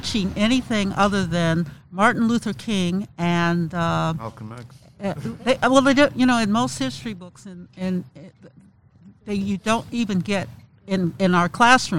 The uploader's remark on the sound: We recorded this session in-person at out Black History Month Celebration